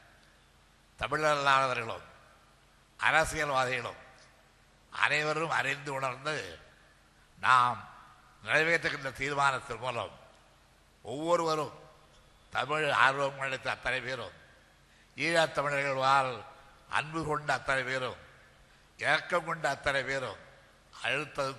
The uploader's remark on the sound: TESO Conference Speech